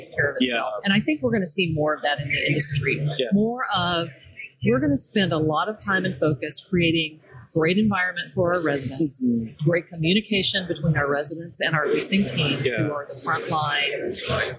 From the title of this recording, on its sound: LIVE AT NAA